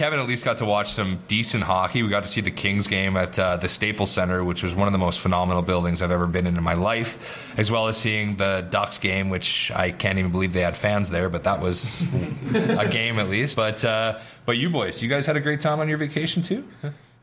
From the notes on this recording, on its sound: on location at Alley Kat Brewery in Edmonton, AB.